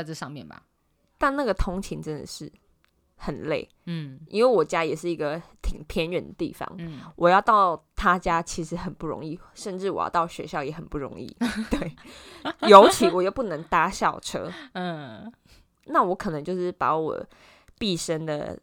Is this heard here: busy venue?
no